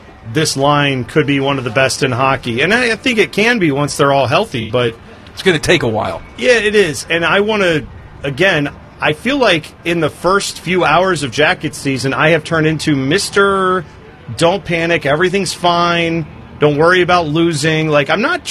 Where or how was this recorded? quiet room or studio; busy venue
busy venue